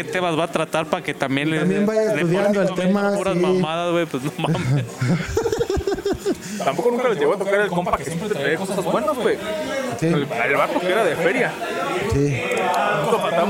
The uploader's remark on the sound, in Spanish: En Vivo desde Jabaly Drink